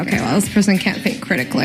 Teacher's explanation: Waarom praten zoveel Amerikaanse vrouwen met zo'n krakende stem? · Term: vocal fry